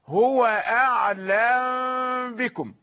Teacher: تخفى الميم ويكون هذا بدل الإدغام أو بمثابة الإدغام، فهو إخفاء عندما تلتقي بالباء